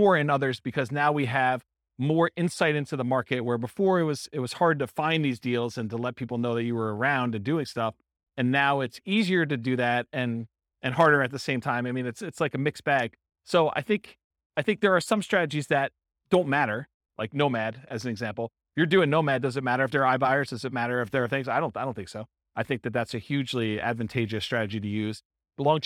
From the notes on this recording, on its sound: This was a live class recorded. Live in-person version.